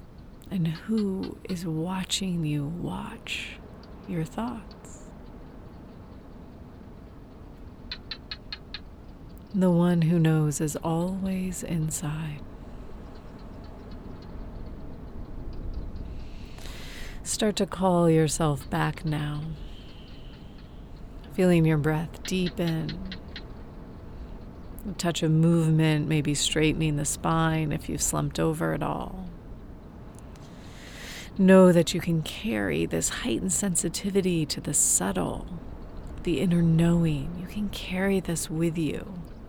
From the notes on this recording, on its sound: You'll hear the sounds of Kalahari desert in South Africa in the evening. You can hear the winds blowing and the quiet call of the barking gecko.